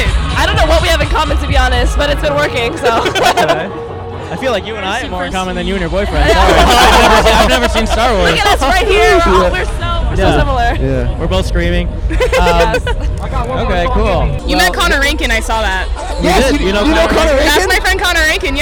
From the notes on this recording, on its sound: At A College EDM Festival (CHAOTIC). In the loudest episode we’ve ever recorded. A campus bus driver. On RIMAC Field.